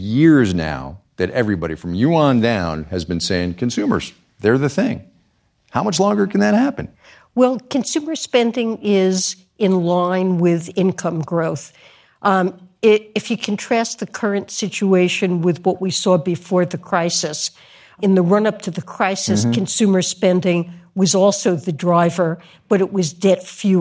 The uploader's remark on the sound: Recorded live on stage at the George Washington University, sponsored by the Bipartisan Policy Center.